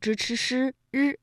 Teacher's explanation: 就是由舌尖向上翘起和硬腭的前部相接触，气流受到阻碍形成的一种辅音。舌尖向上翘起，然后呢和我们的硬腭前部气流受到了阻碍，就构成了辅音。那我们说到的像支、吃、湿、日，这些呢都属于翘舌音。在这一次的探索之旅当中呢，我们跟随《旧唐书》一起走进柳公权。那么引用的原文当中有哪些翘舌音？送游的过程当中呢，我们一起来梳理一下。在《旧唐书》当中记载，当时恭卿大臣加碑版，不得公权手笔者，人以为不孝，外一入贡，皆别属或备，曰：“辞垢柳书。”意思是说，大臣们为先人立碑的时候，如果得不到柳公权亲笔所写的碑文，就会被认为不孝。外国使臣进贡的时候呢，也都会千方百计地求购